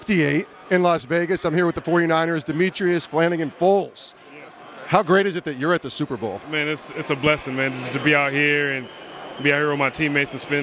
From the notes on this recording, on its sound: Interviews LIVE from Super Bowl LVIII in Las Vegas. Sports Spectrum is LIVE from Las Vegas, Nevada covering Super Bowl LVIII.